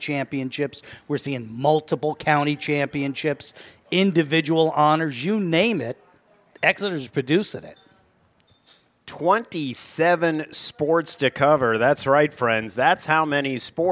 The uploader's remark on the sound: Live from The New Bertie's Inn, 160 Old Friendensburg Rd. At Five Points.